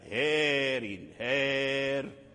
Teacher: فأخبر الناظم رحمه الله أن الوقف على الراء بالسكون لا يمنع الإمالة، وهذا خاص بورش، خاص بورش في جميع هذا الفصل، وأيضا يخص قال في قوله هارين، لو وقفنا على هارين فنقف عليها بالسكون الراء وتبقى الإمالة